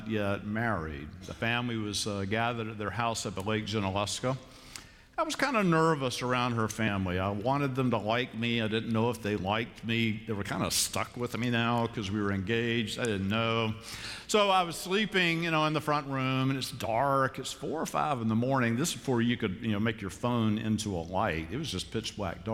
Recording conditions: large echoing room